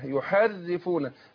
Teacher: انا عايز راء واحده بس اقول يحرفونه مع الترقيق